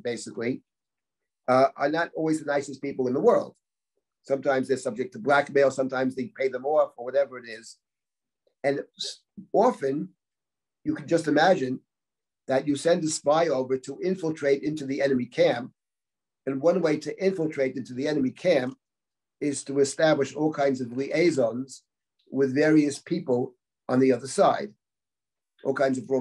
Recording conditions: video call